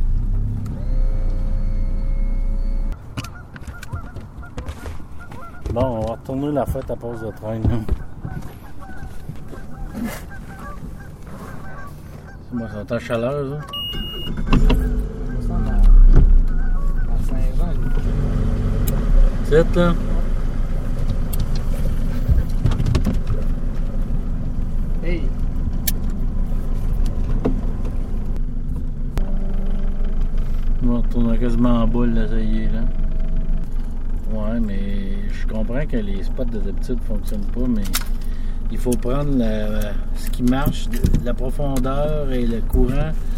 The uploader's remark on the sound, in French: Je l’ai enregistré mercredi dernier lors d’une soirée de pêche au doré